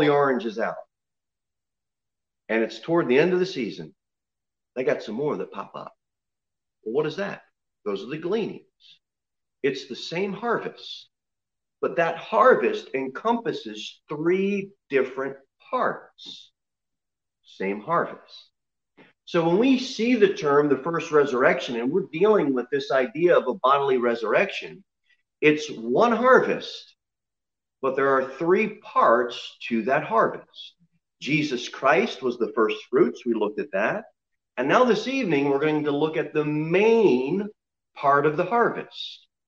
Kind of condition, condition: setting, large echoing room